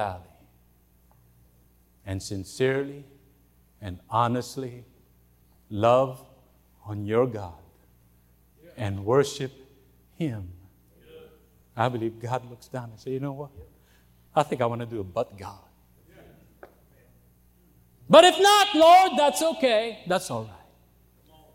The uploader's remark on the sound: during the Wednesday Evening service on August 2, 2023, at North Valley Baptist Church in Santa Clara, California